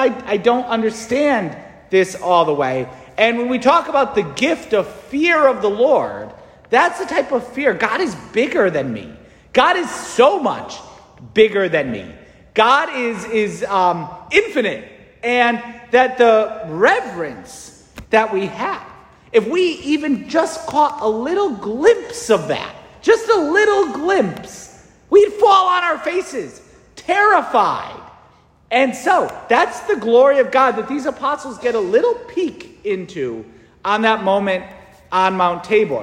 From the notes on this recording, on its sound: St Francis Catholic parish homily preached